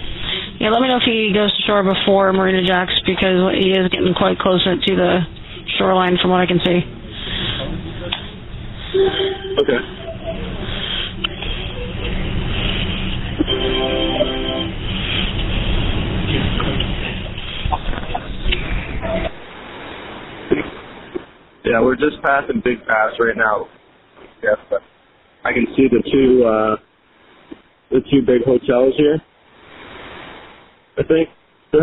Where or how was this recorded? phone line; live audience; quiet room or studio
phone line